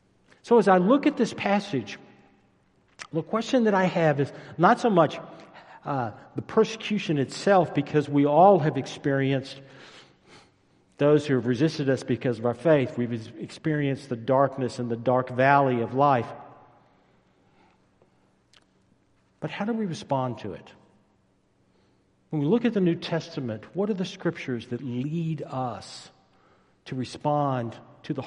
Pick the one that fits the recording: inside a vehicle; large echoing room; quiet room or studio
large echoing room